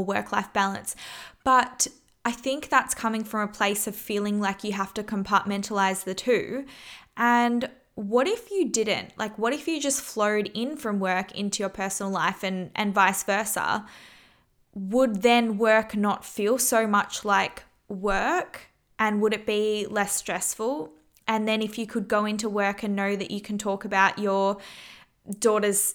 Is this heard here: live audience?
no